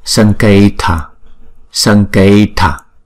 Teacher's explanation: Chữ m có dấu chấm này là một anuswara và chúng ta sẽ chú ý chữ kế tiếp là chữ k. Chữ k chúng ta đọc bằng phần cổ họng. Do đó chữ anuswara này chúng ta phải chuyển thành chữ ng.